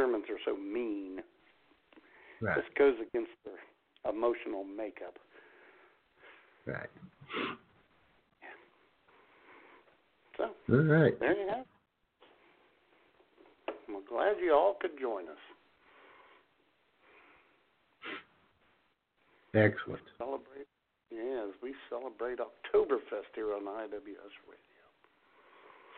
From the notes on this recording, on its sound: your phone calls